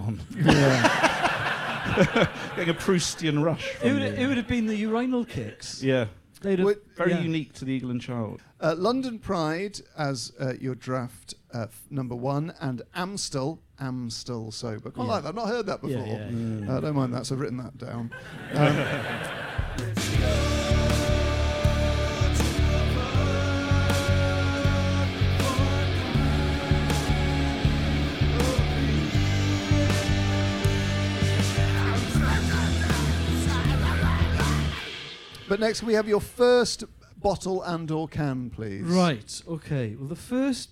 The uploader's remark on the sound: in front of an ACTUAL live audience